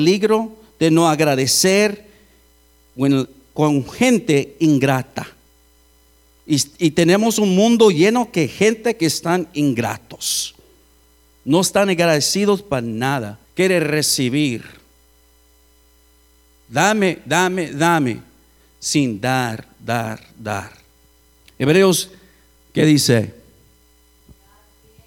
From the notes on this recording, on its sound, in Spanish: Grabado en Iglesia La Casa Del Alfarero. Edinburg, TX.